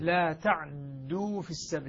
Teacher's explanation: إسكان العين مع تثقيل الدال · Term: إسكان محض